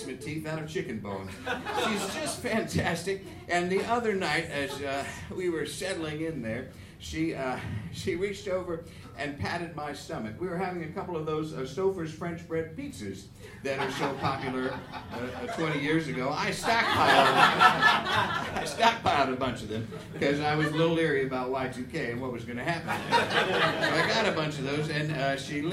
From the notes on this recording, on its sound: in this live episode